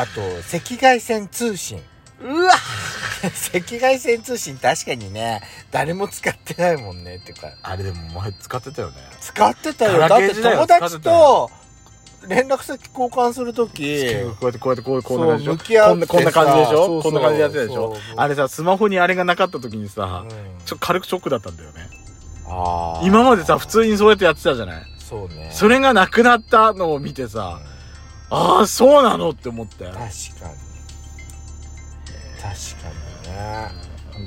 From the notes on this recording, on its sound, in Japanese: 23/7/10収録。2人組。パーキング収録。